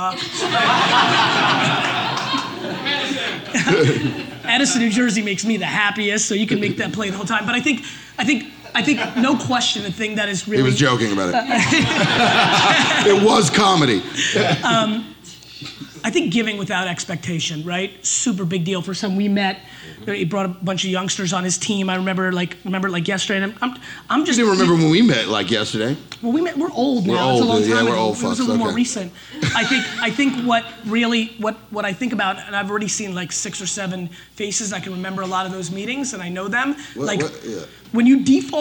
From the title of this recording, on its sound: A Fireside Chat At SXSW